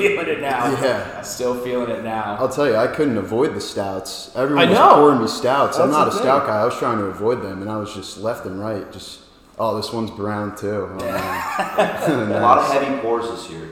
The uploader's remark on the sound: This live show from the US Rubber Lofts in Providence.